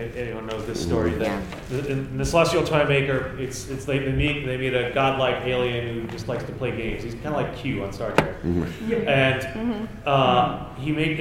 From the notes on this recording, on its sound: In this episode we go back to a panel from Chicago TARDIS 2016.